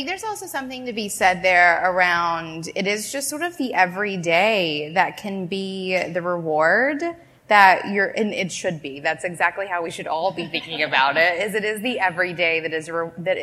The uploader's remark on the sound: We're coming at you live from Toronto where we were joined by a panel of inspiring bosses. At an event to celebrate the launch of the new, Canadian designed Diadora Luxe Collection.